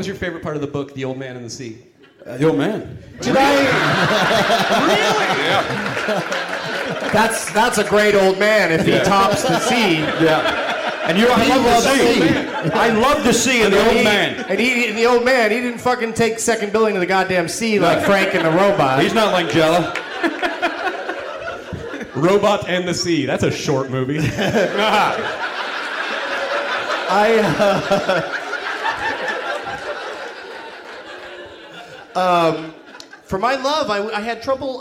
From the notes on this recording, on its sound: Recording live at L.A. Podfest in Santa Monica.